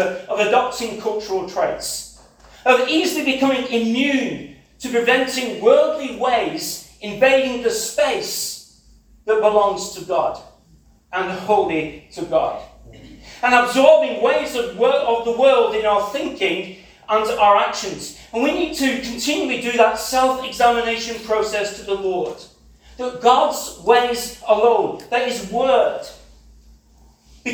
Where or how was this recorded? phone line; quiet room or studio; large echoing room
large echoing room